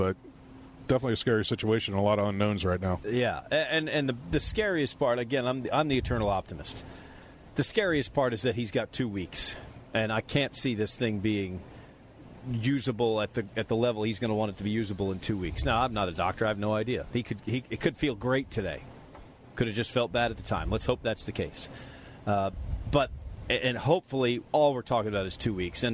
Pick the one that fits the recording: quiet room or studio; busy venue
busy venue